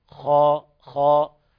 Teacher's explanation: الخاء تفخم من الدرجة الثانية · Term: تفخيم الخاء